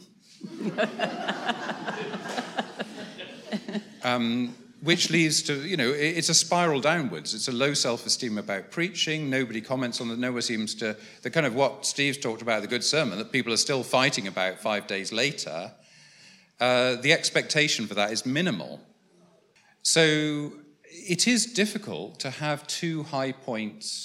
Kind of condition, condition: setting, busy venue